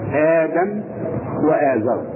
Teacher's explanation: أبدلت الهمزة الثانية بألف مد في كليهما